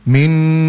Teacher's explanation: Jadi gunnahnya itu yang dipanjangkan.